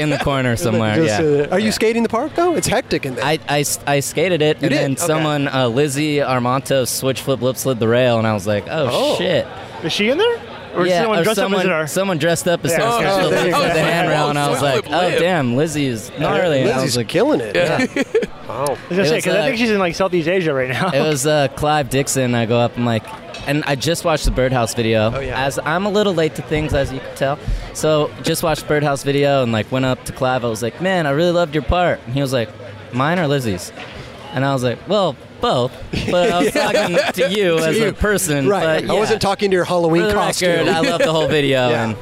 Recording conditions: busy venue